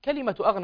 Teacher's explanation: يفخم حرف الغين ويرقق الهمزة وينتبه عند نطقهما للترقيق وللتفخيم